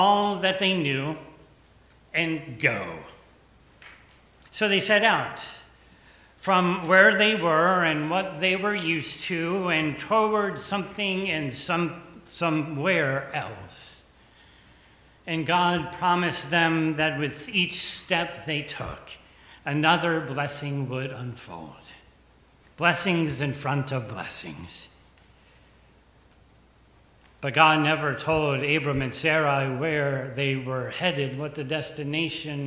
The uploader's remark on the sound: The conversation is followed by the prayers, music, and sermon from Sunday's livestream service. Recorded live each week at First Pres in beautiful historic downtown New Bern, North Carolina. First Presbyterian Church, New Bern, North Carolina.